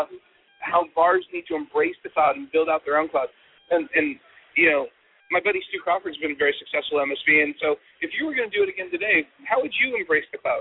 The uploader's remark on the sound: The MSP Show is on the road again! From the show floor at Autotask Community Live in Miami, Florida.